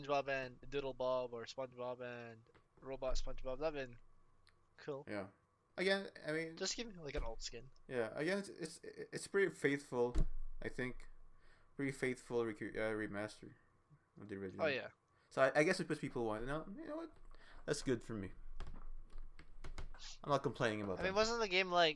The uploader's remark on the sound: Sorry about the audio problems in this one